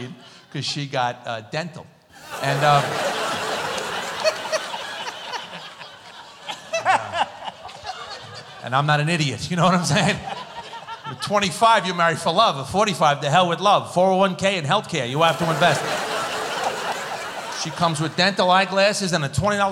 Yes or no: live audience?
yes